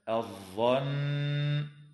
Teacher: وتغن النون المشددة في كلمة الظن بمقدار حركتين